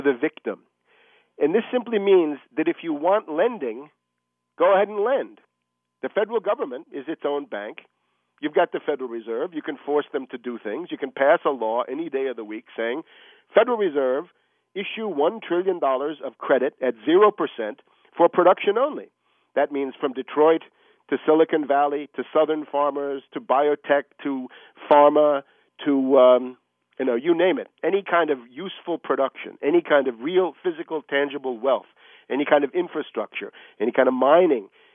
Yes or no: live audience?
no